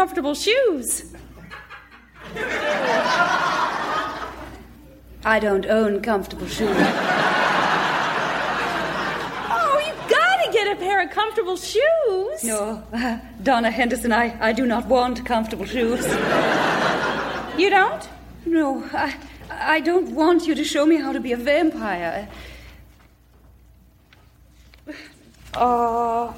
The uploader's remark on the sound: Recorded Live 8/6/2011 at Largo, Los Angeles.